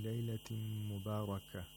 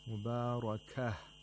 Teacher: So you have to pronounce the mean, you should not pronounce the noon sakin of the tanween. Instead, the mean becomes mushaddad, and also it's nasalized · Term: idgham